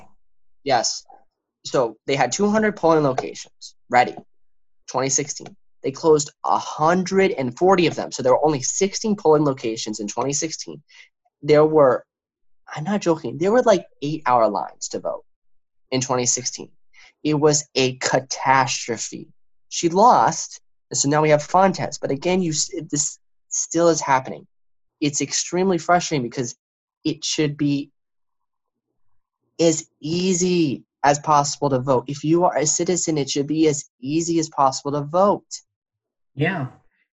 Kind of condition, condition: link, video call